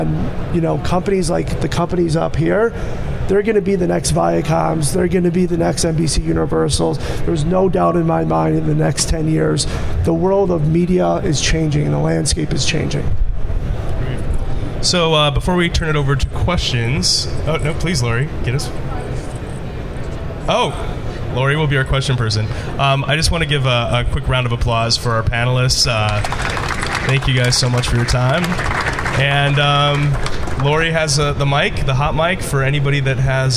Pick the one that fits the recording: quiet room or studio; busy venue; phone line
busy venue